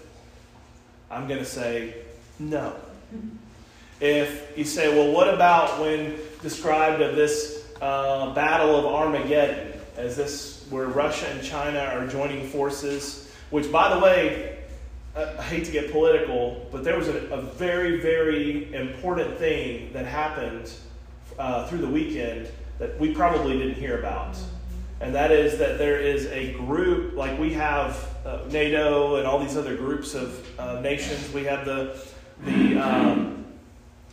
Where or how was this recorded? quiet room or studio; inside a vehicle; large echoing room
large echoing room